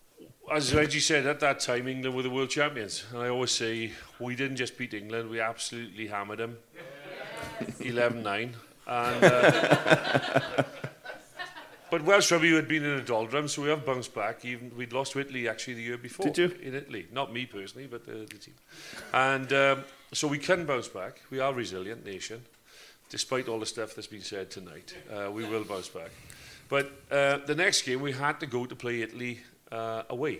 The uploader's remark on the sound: This show was recorded Live at the Whale Theatre, Greystones, Co. Wicklow.